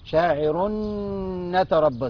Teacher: تنوين بعد نون، اسمه ايه؟ ادغام بغنى كامل